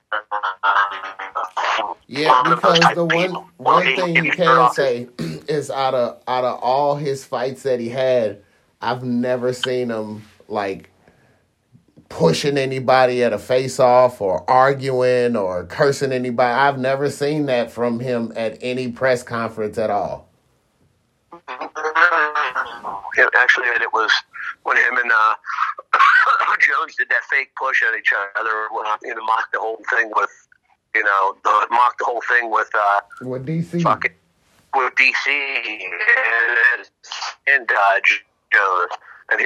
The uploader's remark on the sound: Sorry for the Audio. Call was long distance.